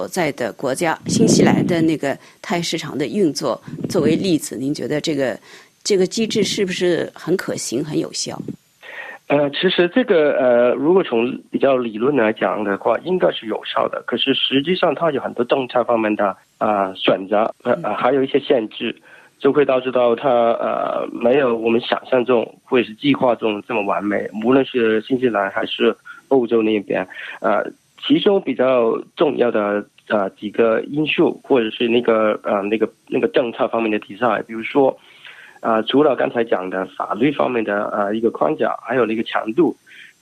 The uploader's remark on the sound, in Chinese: 电话采访